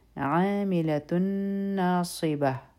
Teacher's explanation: مخکې چونکې نون راغی دلته به ادغام کوو د غنا سره صاد غټ حرف دی په دې کې د سیټي آواز هم دی